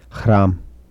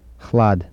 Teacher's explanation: Devoicing of alveolar trill and lateral approximant after velar fricative